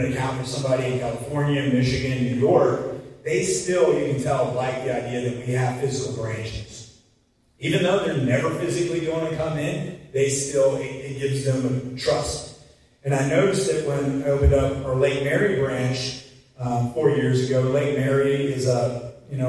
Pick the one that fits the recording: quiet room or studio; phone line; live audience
live audience